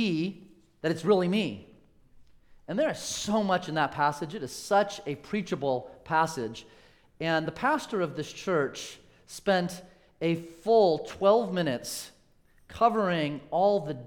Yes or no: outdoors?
no